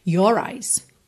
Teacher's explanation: a gente enrola o R porque ele acaba funcionando como ligação entre as palavras your eyes, senão your eyes, não dá muita ligação, né?